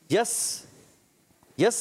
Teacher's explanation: یس میں سیٹی، سیٹی کے ساتھ ادا کریں گے